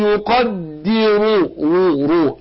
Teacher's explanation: شوف الراء مفخمه ايه عشان مضمون